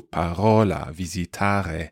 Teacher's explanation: a sort of guttural R. Very like the French R in some ways, and it happens normally between vowels, so parola, visitare, and you'll see that, you'll hear that in this kind of accent used in the northwest of Italy sometimes.